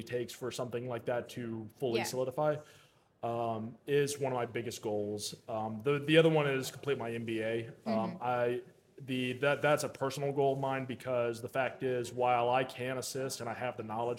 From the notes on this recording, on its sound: This special podcast series previously hosted LIVE from the EsportsNext 2023 conference.